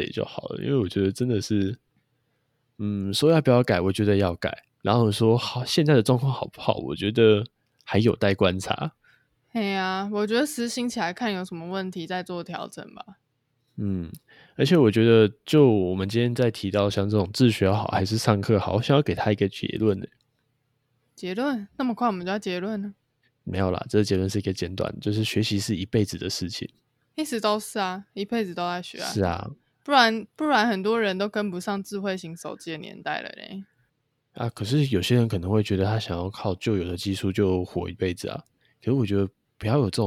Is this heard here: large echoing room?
no